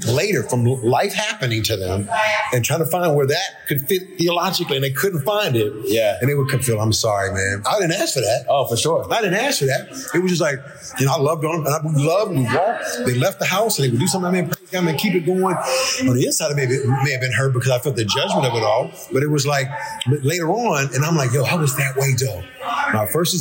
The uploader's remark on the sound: During the 2022 Flavor Fest celebration and conference